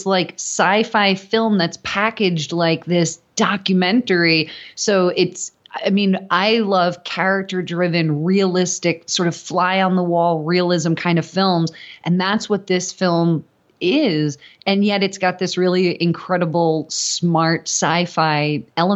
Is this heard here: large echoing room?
no